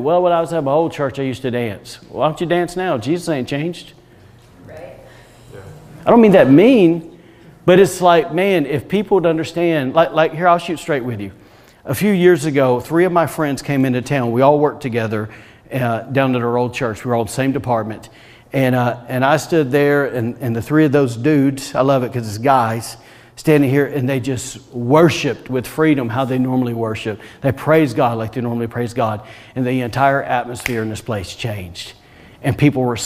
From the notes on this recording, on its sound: Was recorded on Sunday, May 2nd, 2021, during service at The Anchor Church in Rockport, Maine.